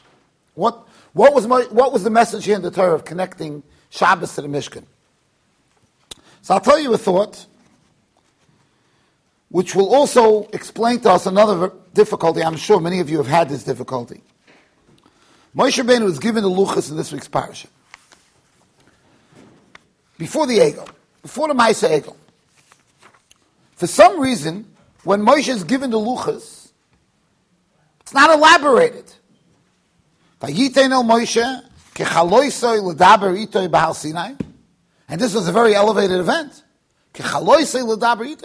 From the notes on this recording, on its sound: Shiur recorded in Yeshivas Ohr Reuven, Monsey NY.